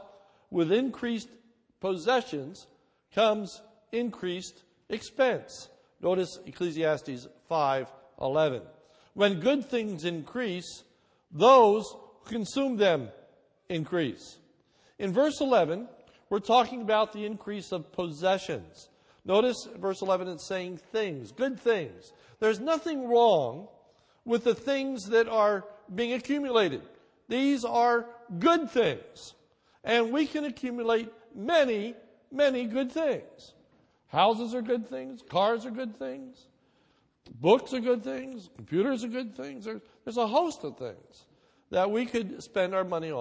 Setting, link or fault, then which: setting, large echoing room